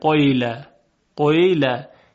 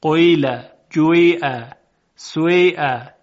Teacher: یعنی اول یک اشاره به ضمه میکنن، بخشی از صدای ضمه رو میارن، بعد حرف یا رو میگن